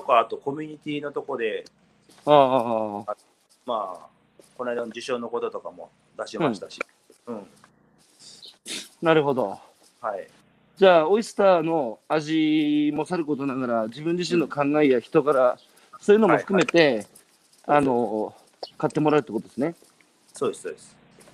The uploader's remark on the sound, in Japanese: 大分県佐伯市。歩きながら1時間、対談する。